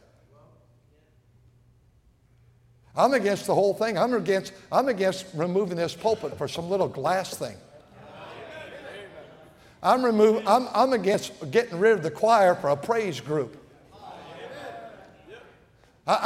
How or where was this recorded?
large echoing room